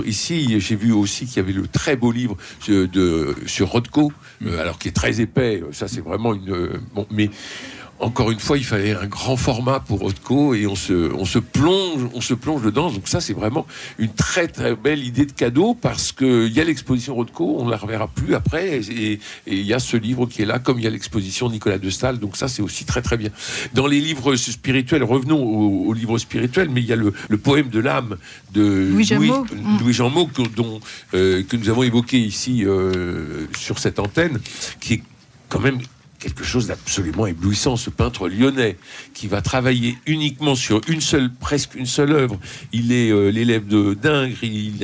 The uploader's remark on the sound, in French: En direct de La Procure